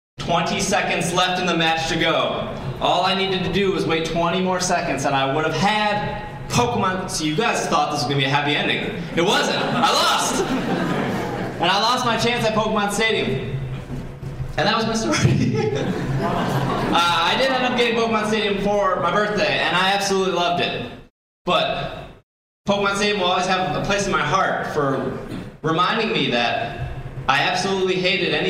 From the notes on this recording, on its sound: Live at C2E2. This podcast was recorded live.